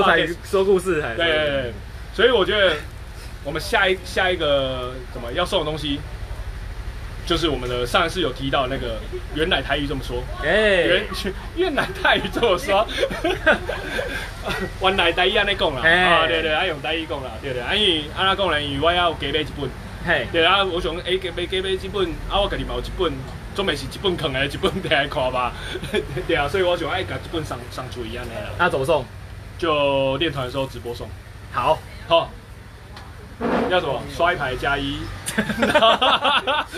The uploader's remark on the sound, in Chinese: 錄音機沒收到聲音…錄音地點：牽咖啡。